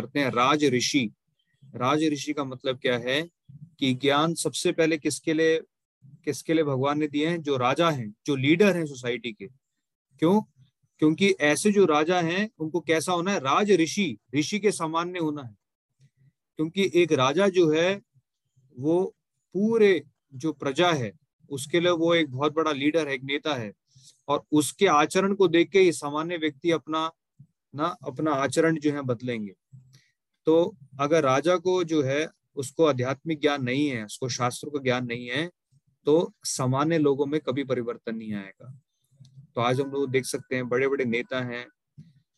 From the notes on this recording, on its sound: Zoom recorded class